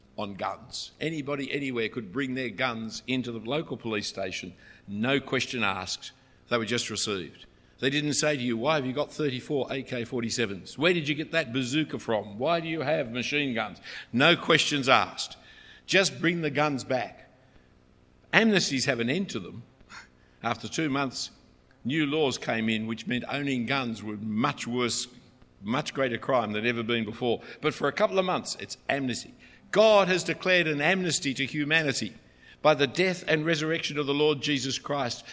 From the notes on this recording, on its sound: A talk preached at St Ebbes in Oxford, UK.